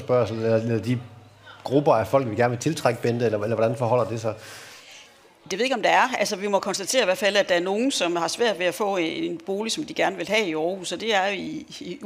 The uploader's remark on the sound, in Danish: udsendelsen er optaget under Aarhus Festuge foran et publikum i Jyske Bank LIVE-studiet på Strøget, Søndergade 5.